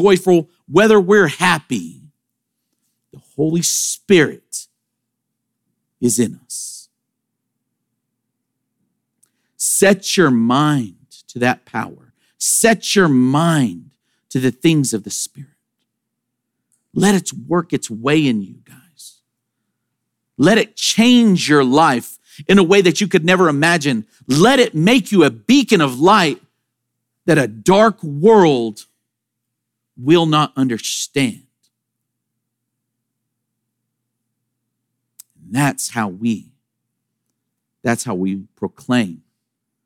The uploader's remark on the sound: Sermon audio from Sunday, September 24, 2023.